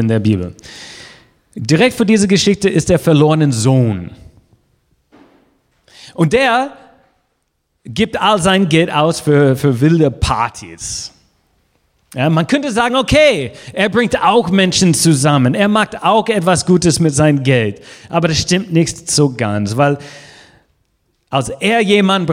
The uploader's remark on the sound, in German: Gottesdienst vom 15. November 2020